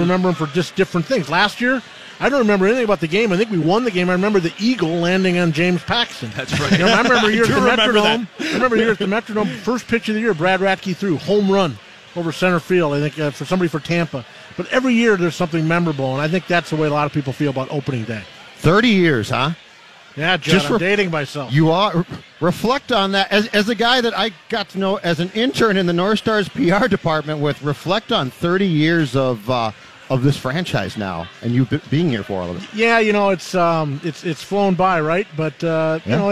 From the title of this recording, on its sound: LIVE from Kieran's Irish Pub